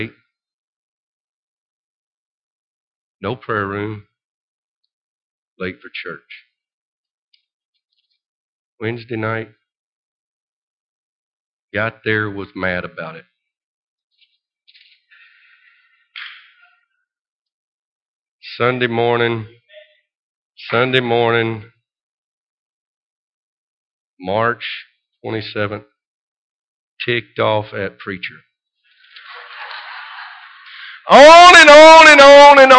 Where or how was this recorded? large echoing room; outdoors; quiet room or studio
large echoing room